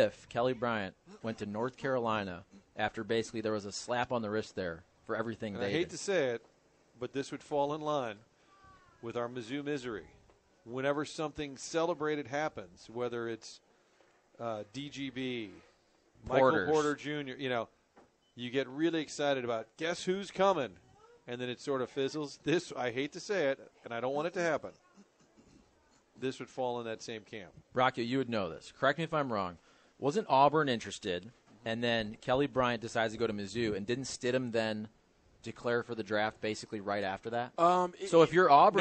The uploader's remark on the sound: broadcasting live from Schnucks off Lemay Ferry